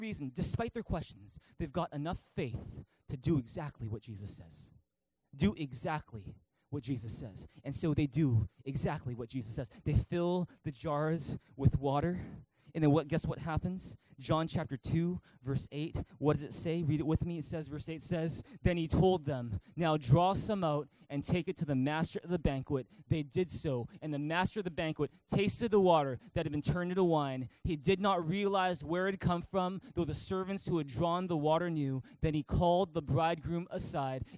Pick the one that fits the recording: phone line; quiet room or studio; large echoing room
large echoing room